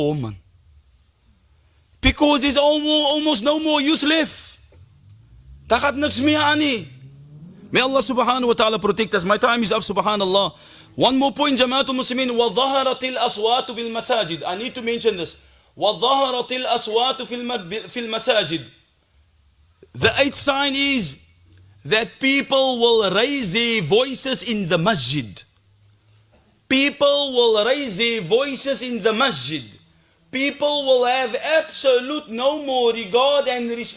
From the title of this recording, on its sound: Bayview Masjid Jumuah